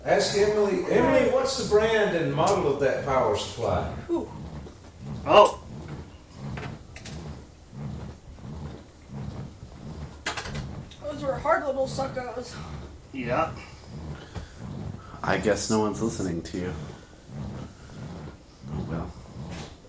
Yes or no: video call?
no